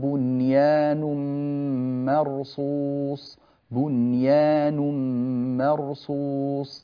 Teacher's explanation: المهم أن لفظة بنيان نونها مظهرة · Term: الإظهار